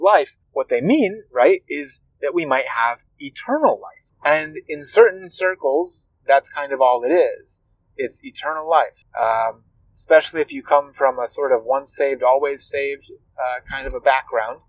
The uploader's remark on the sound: I apologize for the wind sounds in this episode. I try to edit them out as much as I can, but sometimes it is unavoidable. This podcast is recorded in a car -- wind is something I have to fight with often while editing, and sometimes the wind wins the fight.